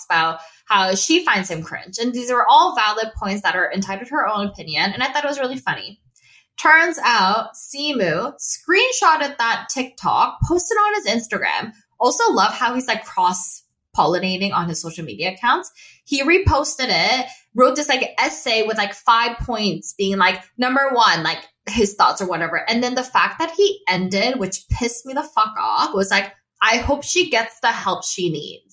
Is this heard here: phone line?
no